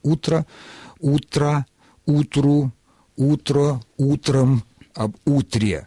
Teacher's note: Само же существительное «утро» сохраняет ударение на корне во всех формах, в единственном и во множественном числе, если оно употребляется без предлога.